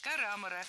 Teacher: правильный вариант – карамора с ударением на втором слоге.